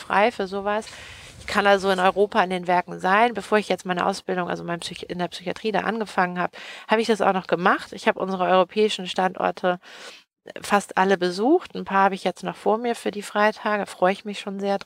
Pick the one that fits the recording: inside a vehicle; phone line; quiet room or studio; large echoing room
inside a vehicle